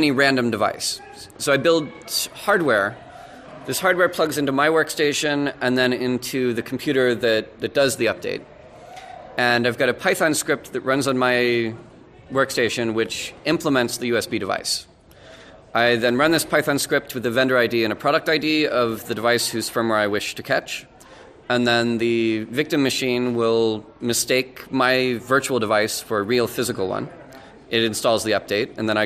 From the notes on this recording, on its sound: This podcast is an interview I did at the Breakpoint security conference